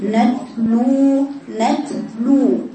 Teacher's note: تقطعي صوت التاء ويطلع معها شوية هواء